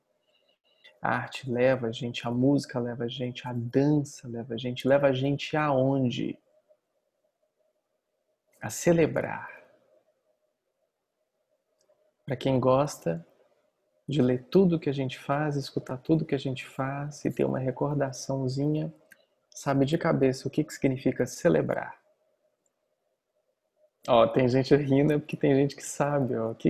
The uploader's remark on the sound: Online via Zoom